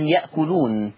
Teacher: قرأ ورش عن نافع بإبدال الهمز الساكن حرف مد